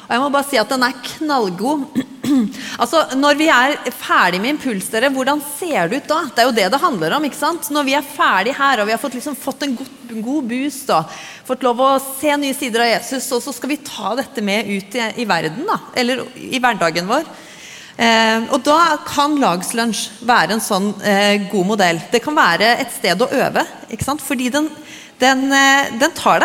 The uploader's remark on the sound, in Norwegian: Live fra Impuls 2024!